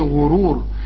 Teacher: الغين برضو المضمومة مفخمة